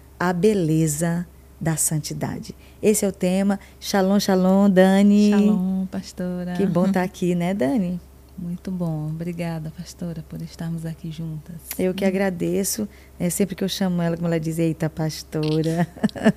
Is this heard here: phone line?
no